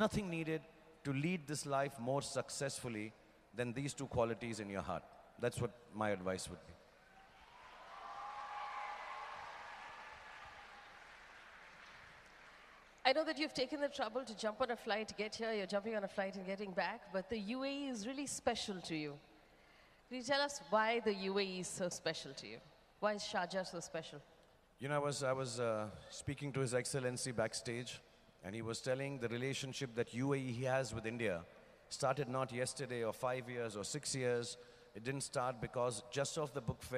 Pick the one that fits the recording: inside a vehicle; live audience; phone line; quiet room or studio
live audience